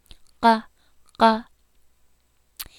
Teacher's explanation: That's the back of the tongue going up against the soft back of your palate, the soft part, almost to the uvula.